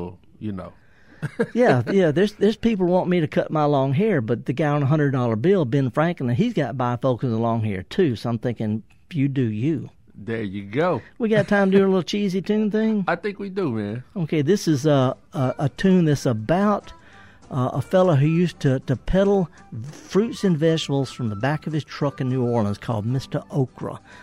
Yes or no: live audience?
no